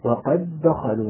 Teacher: نطقت دالا واحدة ارتفع لسان لها ارتفاعة واحدة فقط · Term: إدغام المتماثلين الصغير